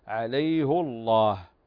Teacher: فنفخم هنا اللام في لفظ الجلالة وتسمى اللام مغلظة